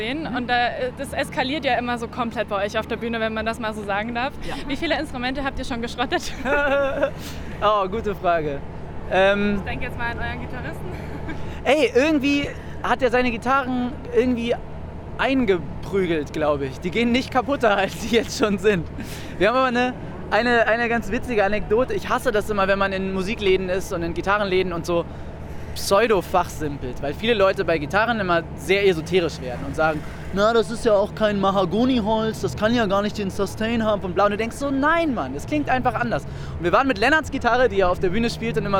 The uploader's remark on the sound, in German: Die Störfunksredation war live vor Ort auf dem Oben Ohne Festival in München.